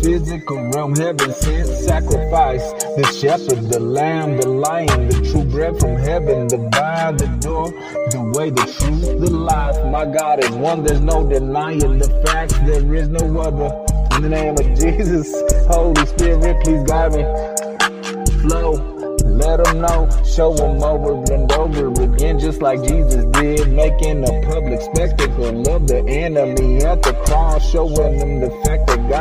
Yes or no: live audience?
no